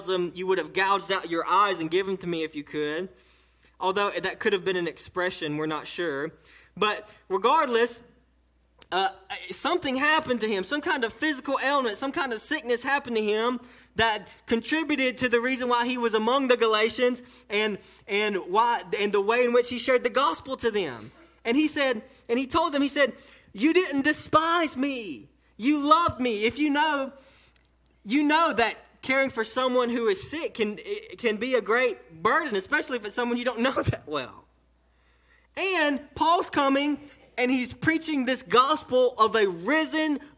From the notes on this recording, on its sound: this sermon delivered to Cottondale Baptist Church in Eastman, GA on 4/5/18 during the 11:00am service